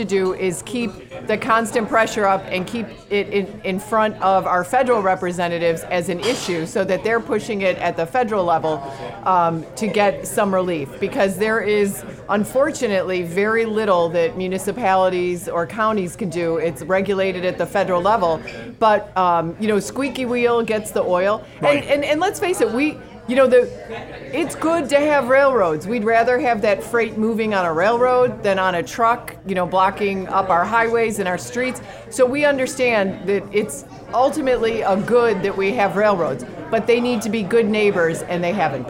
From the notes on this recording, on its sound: Recorded in front of a live audience! Durbins of Evergreen Park.